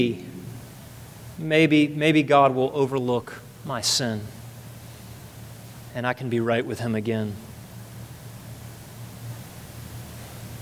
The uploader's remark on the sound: at the second service of Redemption Hill Church